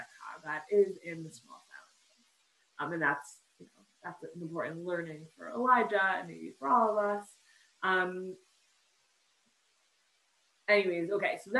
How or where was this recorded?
video call